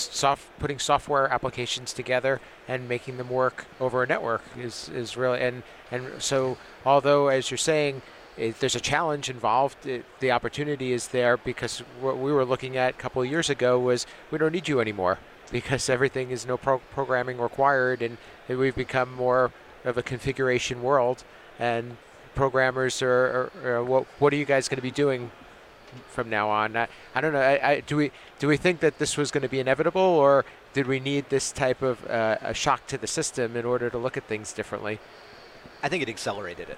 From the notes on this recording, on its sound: On the show floor of InfoComm 2022 to talk in person about the control programming side of the AV industry.